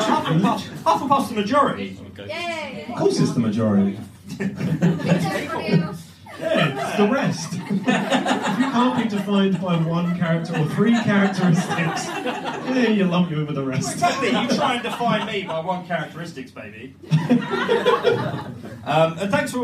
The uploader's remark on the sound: The REST of the live show from a few weeks ago.